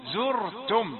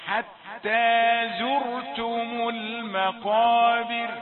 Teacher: الزاي مرققة زرتم والراء مفخمة، لا تقل حتى زرت وتفخم الزاي هكذا تقرب من الضاء، لا حتى زرتم المقابر.